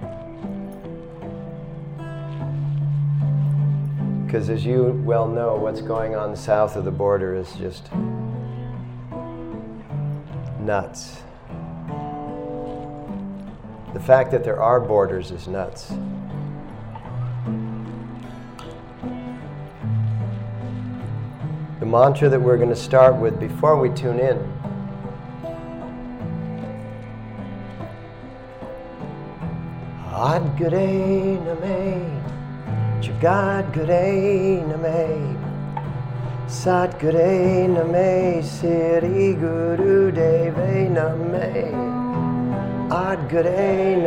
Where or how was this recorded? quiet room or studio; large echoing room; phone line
large echoing room